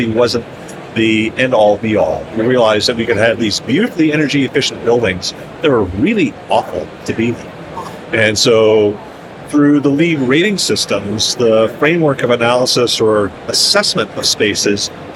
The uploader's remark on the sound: LIVE from Greenbuild 2023 with Solatube International. In this bonus episode, we share a LIVE conversation from the 2023 Greenbuild International Conference and Expo in Washington D.C.